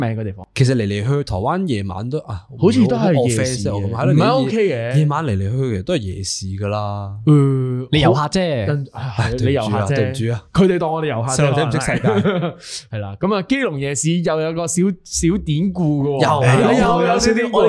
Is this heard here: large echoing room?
no